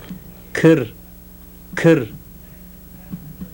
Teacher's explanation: Now a voiceless velar plosive